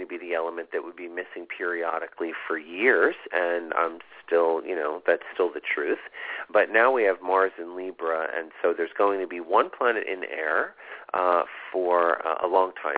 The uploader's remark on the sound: This is a call in show